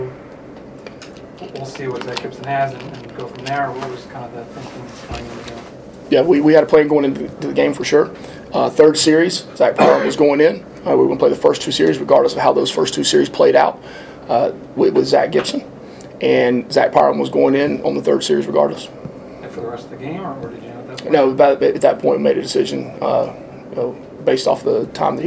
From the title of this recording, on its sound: postgame press conference